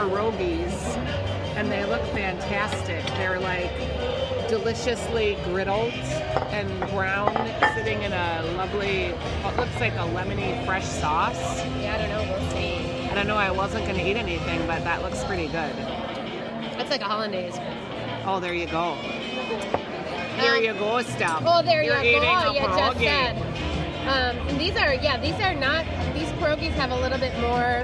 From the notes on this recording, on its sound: The ladies hang out at Surly Brewing